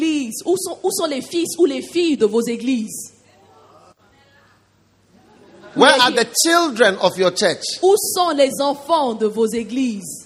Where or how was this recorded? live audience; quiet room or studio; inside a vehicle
live audience